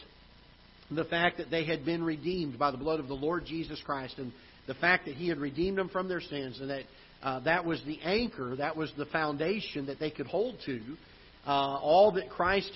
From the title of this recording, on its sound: Ketha Heights Baptist Church ~ Live Broadcast